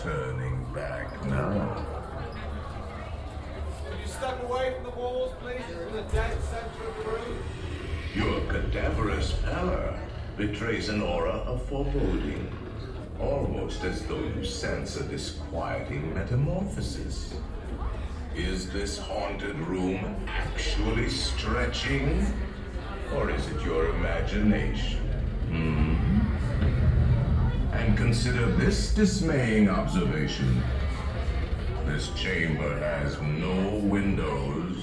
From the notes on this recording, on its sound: We also have audio from the ride. Haunted Mansion ride out of Disney's Magic Kingdom.